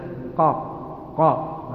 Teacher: القاف تخرج من أقصى اللسان مع ما يحاذيها من الحنك الأعلى، الحنك الأعلى ما يركب فيه الأسنان، الحنك، ها، الحنك الأسفل والحنك الأعلى، يعني اللحمة.